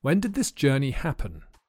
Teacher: The vowel sound is a schwa because we use the weak form of did in these questions.